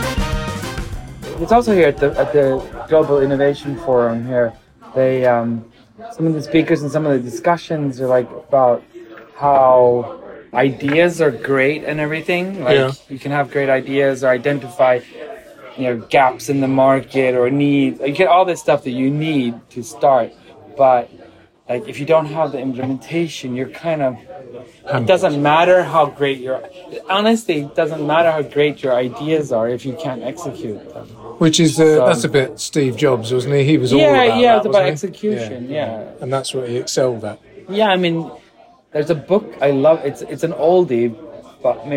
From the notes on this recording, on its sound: At the Global Innovation Forum, London. Get out of the studio (well, one of them does) to have a nice, cosy fireside chat in a London pub. As the beer flows.